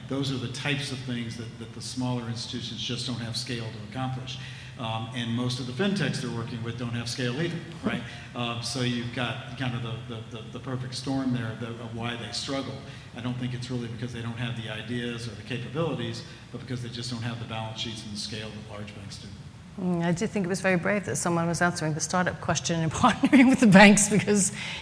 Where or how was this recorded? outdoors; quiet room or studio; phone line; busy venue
busy venue